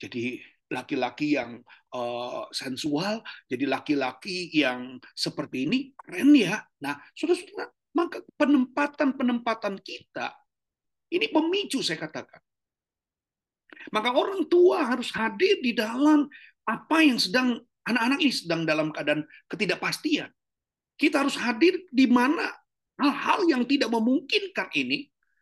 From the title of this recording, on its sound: Zoominar